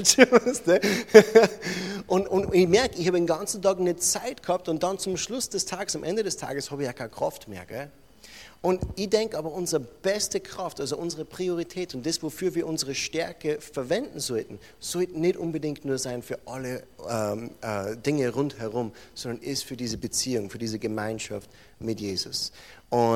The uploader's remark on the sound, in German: Diese Botschaft wurde in der Freien Christengemeinde Rohrbach aufgenommen.